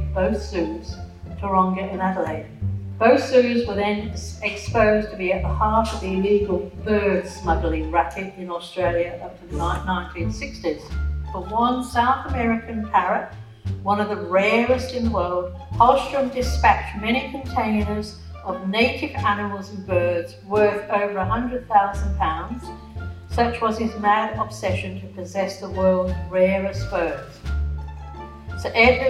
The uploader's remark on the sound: This free public lecture was part of the History Trust of South Australia's Talking History series.